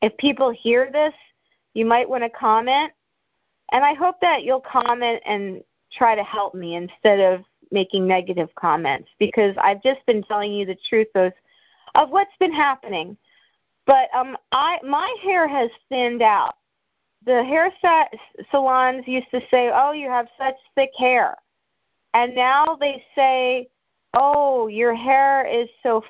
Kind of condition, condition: link, phone line